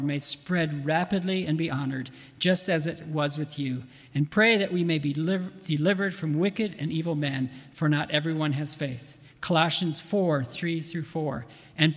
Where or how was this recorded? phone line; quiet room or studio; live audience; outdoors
live audience